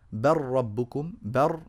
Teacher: على طول قال بر ربكم رب السماوات والارض بر ربكم بر من باء الى راء مباشره ولا اثر للام القاف مع الكاف آه، في قوله تعالى نخلقكم التي سبق ذكرها